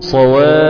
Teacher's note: طبعا آتي بالكلمة وأنا معصوب العينين، تمام، وبلغ الأضعف زي كلمة إيه صواف في سورة الحج، ده أنا بقف عليها بالسكون المحض وماليش فيها غير السكون المحض، ما ينفعش أجيب فيها رام ولا إشمام ولا أي شيء من ده، أقول صواف هكذا، وأقف طبعا على الفاء بتشديد، هو مثقل مثقل ففيه الفاء مشددة قولا واحدا، الحرف اللي بعد المد مشدد.